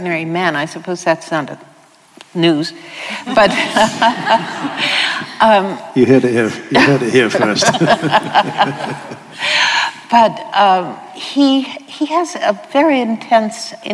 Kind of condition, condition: setting, live audience